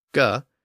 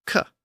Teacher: And the unvoiced version of the G sound, g, is the K sound, k.